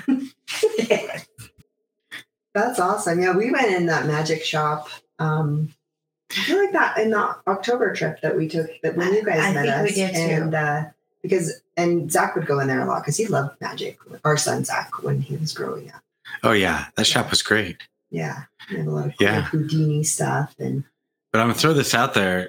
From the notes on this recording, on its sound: This episode was recorded in the infancy of Magic and Mayhem Podcast, and the audio quality is terrible.